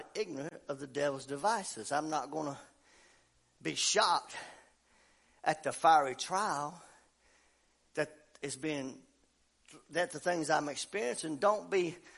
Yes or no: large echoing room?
yes